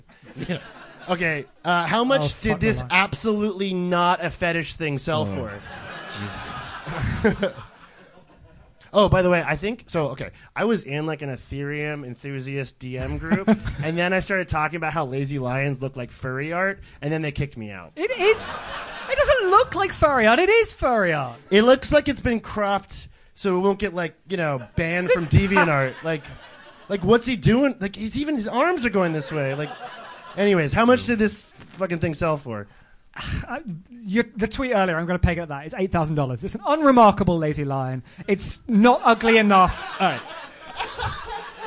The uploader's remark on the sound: LIVE FROM LONDON. Thank you all who came out for our live show this week. Live on stage. Recorded all of this via a simple line out and we were doing powerpoint slides I'd say this doesn't sound half bad! This is our first attempt a live show and we did it all ourselves in a basement, please be nice.